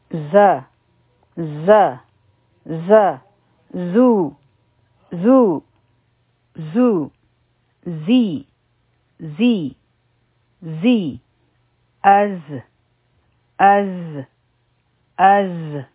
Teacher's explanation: دا مخی برا او لاندی دوغا خونا چی کل یو زیشی او دا جبی سر د هغې سره اولګي یعنی د بره او لاندې غاښونو سره بالکل په مینځ کې نو یو تیز بزنګ آواز پیدا شي او دا آواز مونږ ته داسې محسوسیږي لکه کله چې یو ماشه زمونږ په غوږونو کې بنګیږي لکه ز. · د دې آواز د زال په شان نرم یعنی سافت نه وي بلکې په دې کې تیزی وي او دا تیزی په کار دا چې مونږ ته دا کولو په وخت کې محسوس شي.